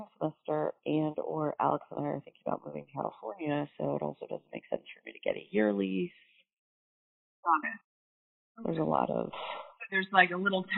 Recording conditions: poor sound quality